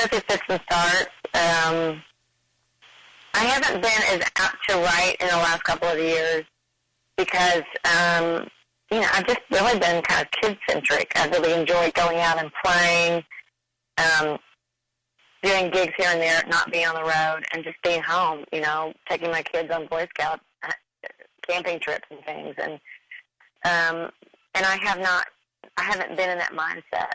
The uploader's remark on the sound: We caught up with both women, separately, via phone